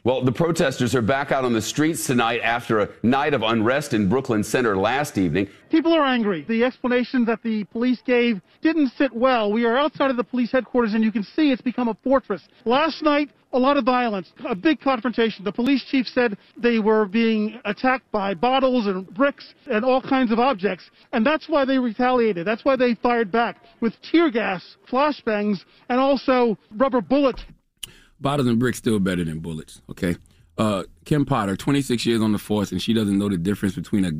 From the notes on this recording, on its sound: we opened up the phone lines